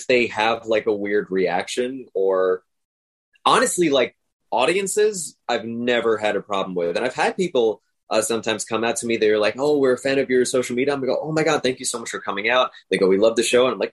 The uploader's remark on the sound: sat down with me over Zoom